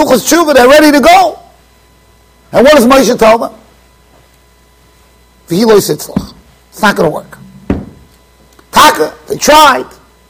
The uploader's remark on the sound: Shiur recorded in Yeshivas Ohr Reuven, Monsey NY.